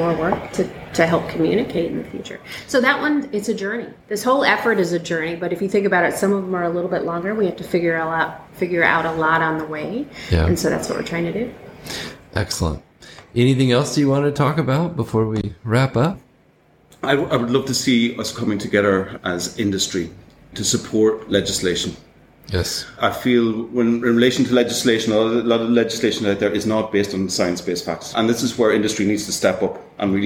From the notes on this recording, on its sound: Live From Packaging Europe.